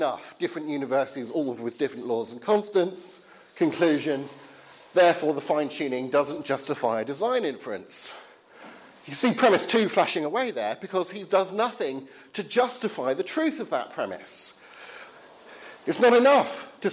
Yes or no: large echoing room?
yes